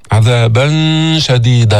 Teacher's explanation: لسانك بيبقى تحت ما يطلع على مخرج النون، فقط الغنة تأتي بها من الخيشوم · Term: إخفاء